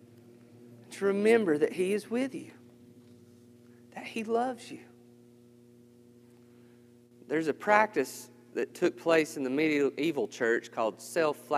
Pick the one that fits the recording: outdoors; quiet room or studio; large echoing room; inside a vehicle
large echoing room